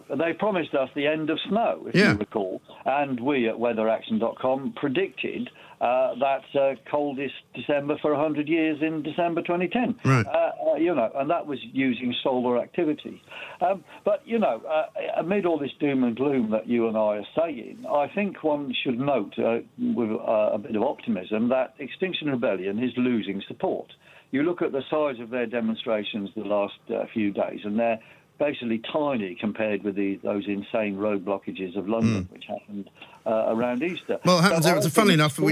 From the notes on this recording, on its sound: Joins the Independent Republic in the studio. Is on the phone.